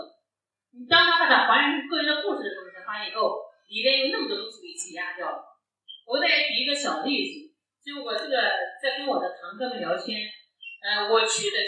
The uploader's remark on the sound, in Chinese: 现场特辑。本次节目属于现场临时录制， 音质较差请谅解。